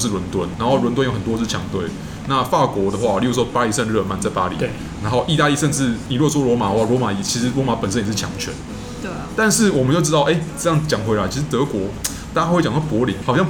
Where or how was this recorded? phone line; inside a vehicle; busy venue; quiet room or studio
busy venue